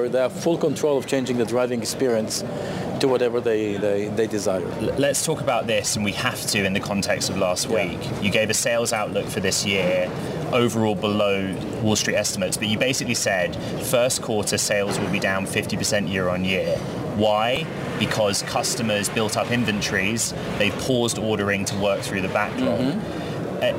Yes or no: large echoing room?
no